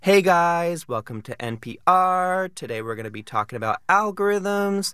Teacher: It has that up talk. It has the rising tone.